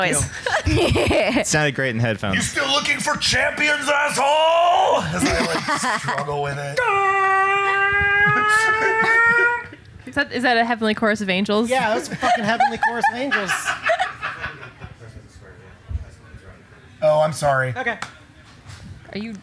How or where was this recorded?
live audience